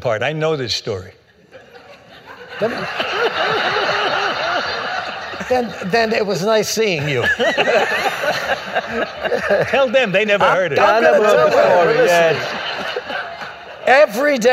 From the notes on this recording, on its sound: Recorded March 9, 2015 at New York’s 92nd Street Y.